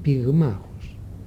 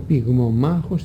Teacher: Στη γέννησή της και η λέξη πυγμομάχος, σύνθετη από την πυγμή και το μάχομε, πυγμό, πυγμή, μάχος, μάχομε, απλοποιήθηκε και έγινε πυγμάχος. Είχε δύο μη, έφυγε το πρώτο μη για να υπάρχει ευκολότερη προφορά, ανομοίωση. · Shown in: first take · Το λέμε, το είπαμε και μαζί συμπαρέστηκε και το ο, το φωνήεν με το οποίο αποτελούσε το μη μια συλλαβή.